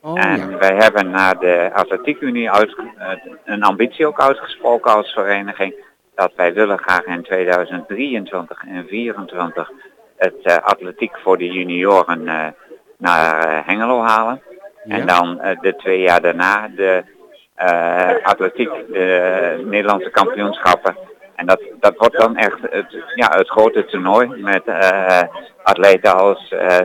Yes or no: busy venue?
yes